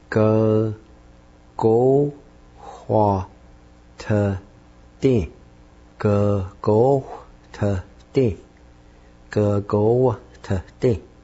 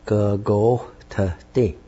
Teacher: You just kind of rush the W sound in there with the H sound.